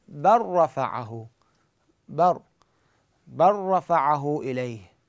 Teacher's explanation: يقول هاي اللام اضغمها بالراء، احذفها اللام، وش تسوي للراء؟ شددها. · Term: إدغام متقاربين